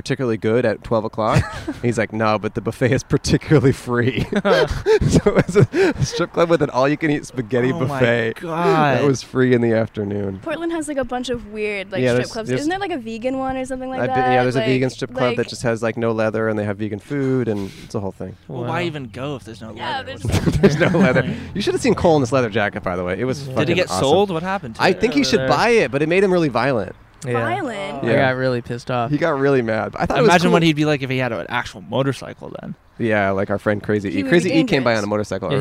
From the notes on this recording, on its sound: Recorded on 5/15/21 on Franklin Blvd in Los Feliz, Los Angeles.